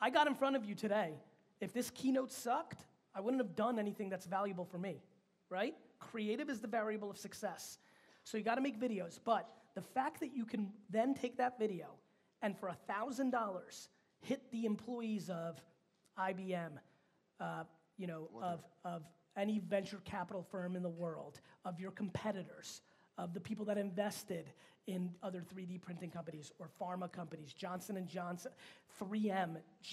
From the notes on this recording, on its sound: This episode is a keynote that I gave in Romania back in 2017 at the brand minds conference.